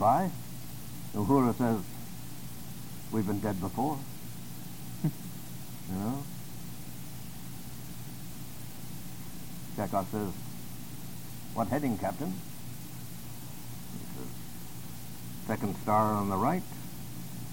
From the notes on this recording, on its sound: Sorry as the audio isn't the best. Interview is ripped from an audio cassette so only so much we could do.